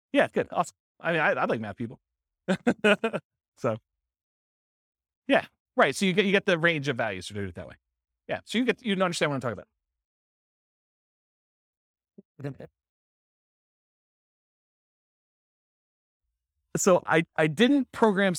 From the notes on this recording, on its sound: This was a live class recorded